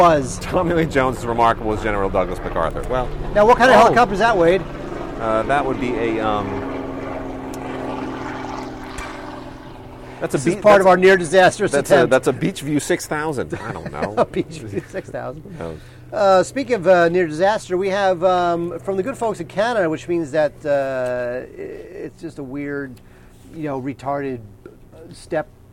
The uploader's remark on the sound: Our first podcast recorded outdoors! (It was a disaster).